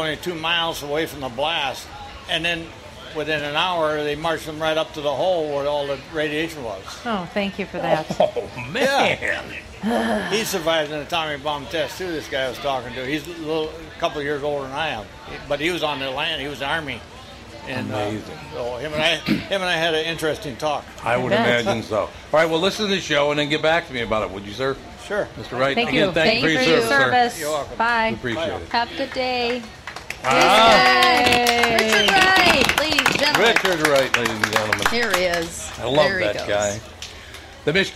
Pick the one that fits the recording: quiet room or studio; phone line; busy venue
busy venue